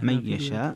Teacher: من يشاء هنا فيها ترك الغنة، ترك الغنة لخلف عن حمزة